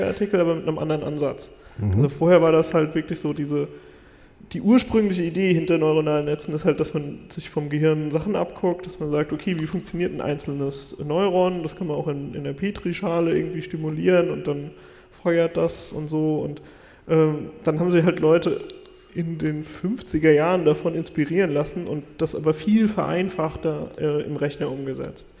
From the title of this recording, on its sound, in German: Live vom 36C3